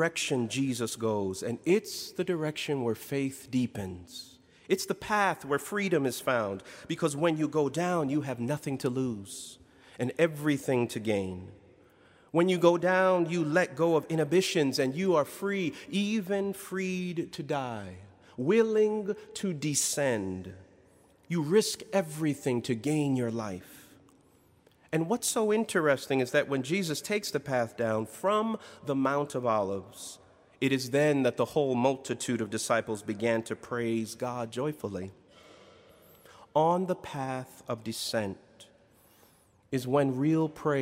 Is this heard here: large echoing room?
yes